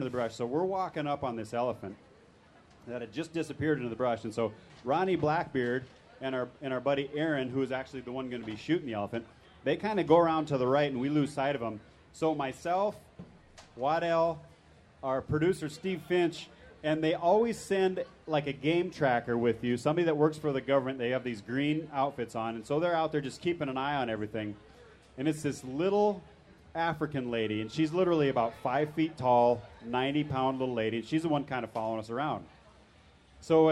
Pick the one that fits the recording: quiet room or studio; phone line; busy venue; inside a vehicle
busy venue